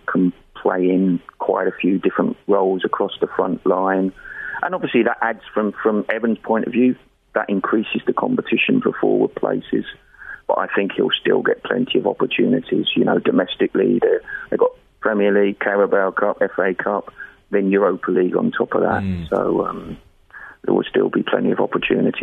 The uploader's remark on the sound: Is on the line.